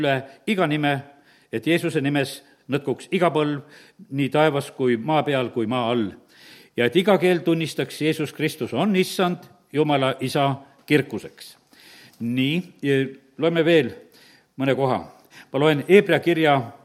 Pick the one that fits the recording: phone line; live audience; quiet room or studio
live audience